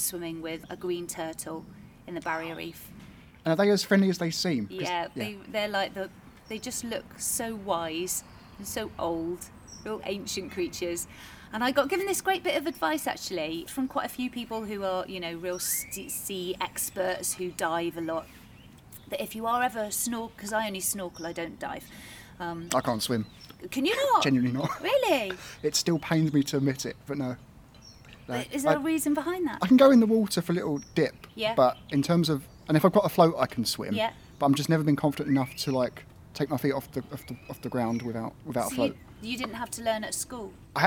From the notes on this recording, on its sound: I headed outdoors for a natter